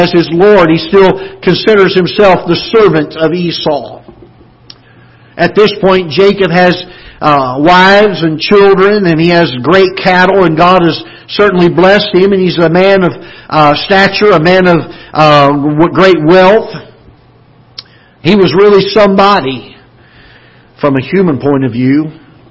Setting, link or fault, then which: setting, large echoing room